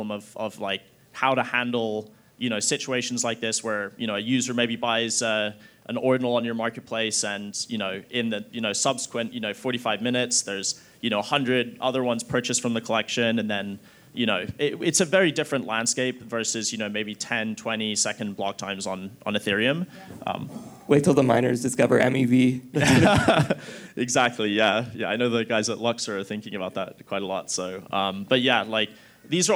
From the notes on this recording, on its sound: Recorded Live in Miami Beach at the Ordinals 2023 Conference, on May 18, 2023.